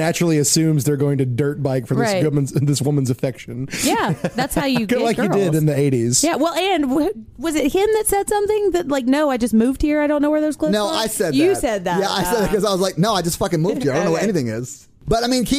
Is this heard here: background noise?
no